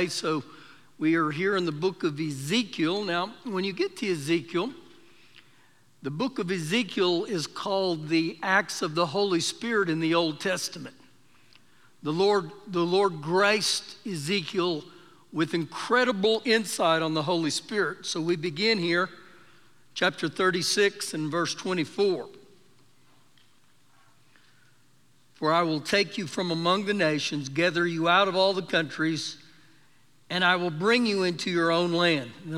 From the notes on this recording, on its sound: Recorded live during our Sunday morning service